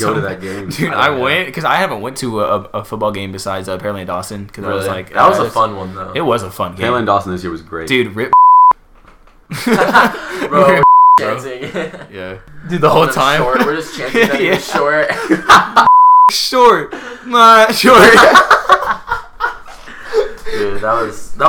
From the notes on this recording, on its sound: We jinxed ourselves on the mic quality, sigh...